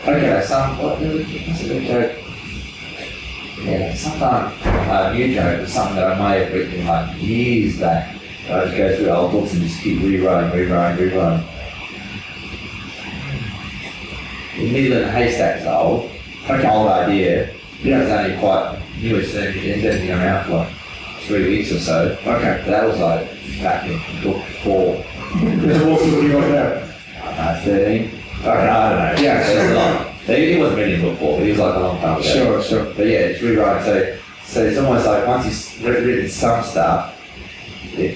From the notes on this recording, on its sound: It's the second Live special. This episode suffers from audio issues which do not represent the usual quality of the podcast.